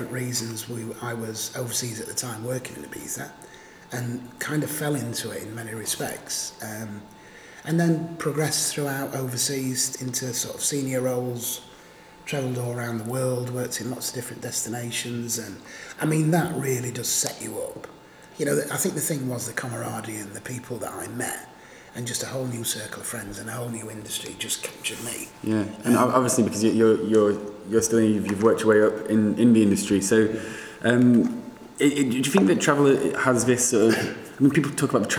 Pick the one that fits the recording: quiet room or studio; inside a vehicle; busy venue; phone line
busy venue